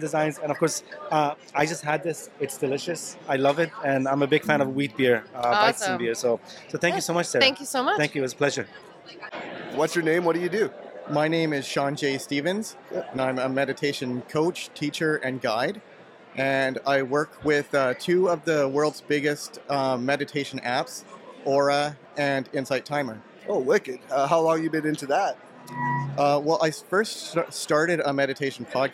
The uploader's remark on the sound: recording at the Tri-Cities Chamber of Commerce Business Showcase where they interview multiple people from many different industries